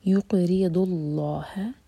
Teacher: قاف پر قلقلہ اور اس کے بعد ری باریک اور دود کو زبان کی ٹپ سے نہیں پڑھنا زبان کی سائڈ سے پڑھنا ہے · Term: ضاد